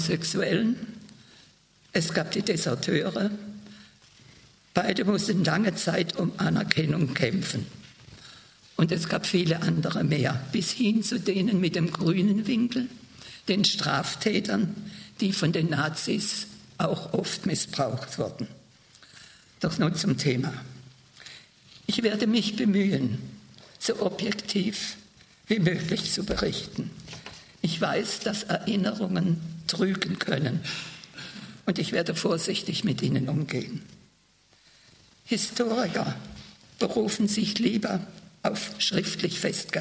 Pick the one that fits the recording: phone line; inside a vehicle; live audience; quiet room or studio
live audience